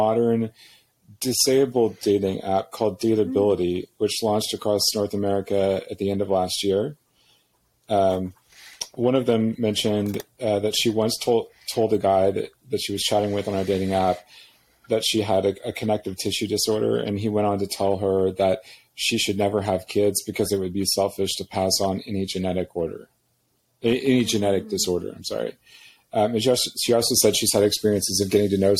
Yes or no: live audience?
no